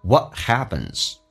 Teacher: 后面加的 s 要发 z 这个发音叫 whathappens。